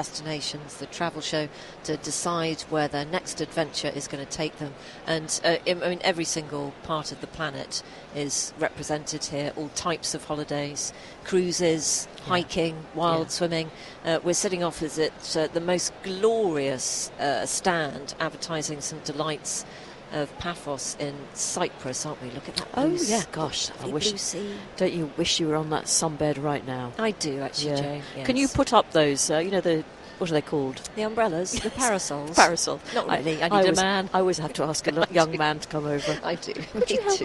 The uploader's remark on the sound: live at Destinations: The Holiday and Travel Show